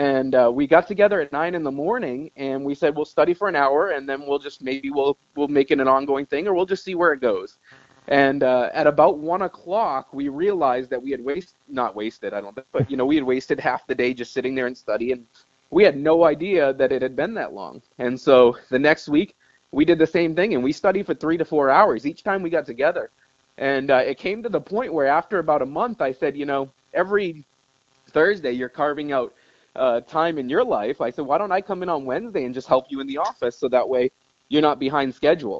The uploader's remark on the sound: This week we get my first phone interview.